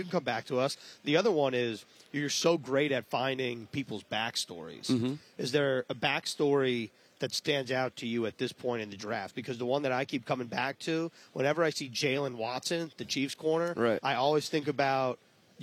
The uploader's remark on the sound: Live from the 2023 NFL Combine.